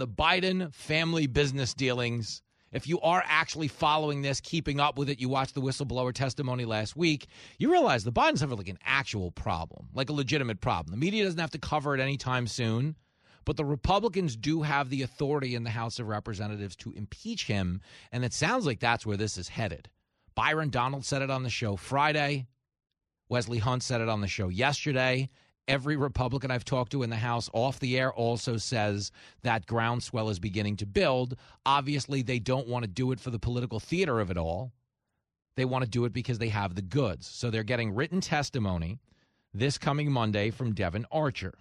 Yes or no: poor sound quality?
no